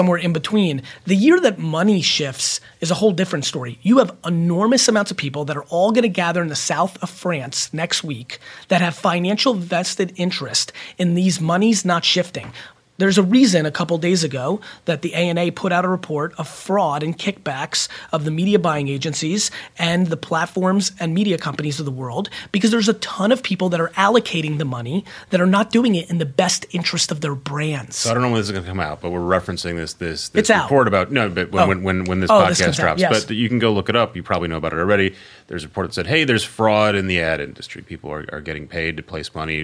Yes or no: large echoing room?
no